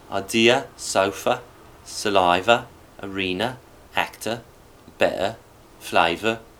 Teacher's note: Final schwa is very bright sometimes at the ends of phrases. Idea instead of idea.